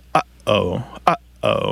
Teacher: And we do this glottal stop. We kind of restrict the airflow in the back of our throat. Uh-oh. You can kind of hear that there's something unusual happening there with that first sound.